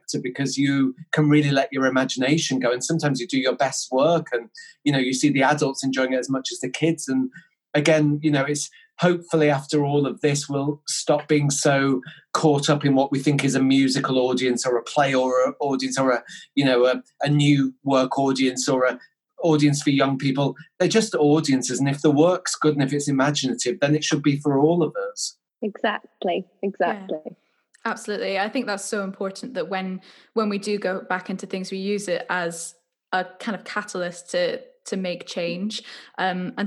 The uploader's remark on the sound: Joins us over zoom. This was recorded in early May 2020 over zoom.